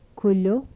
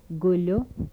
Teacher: Velar stops without palatalization.